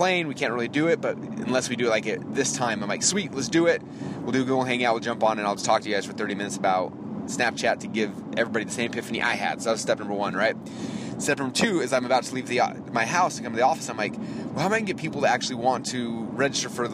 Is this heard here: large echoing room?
no